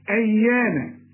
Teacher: الياء هنا مشددة لكن لا تغن